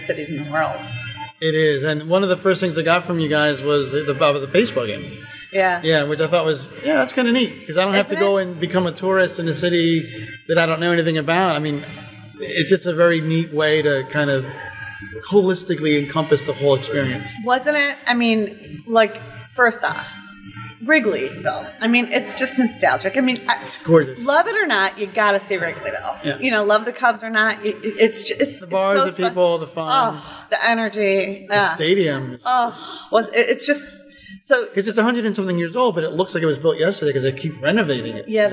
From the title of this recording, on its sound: Live From EsportsNext